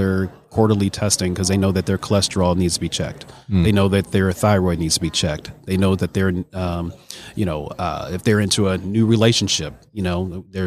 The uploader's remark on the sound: LIVE from SOAHR 2023. At the Business RadioX® remote.